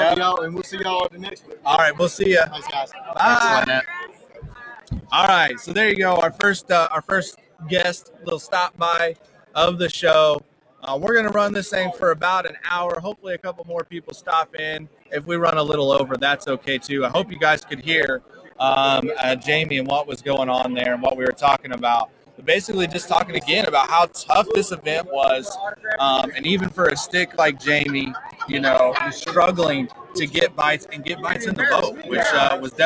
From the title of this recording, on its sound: Reel Down Live From The Bass Master Classic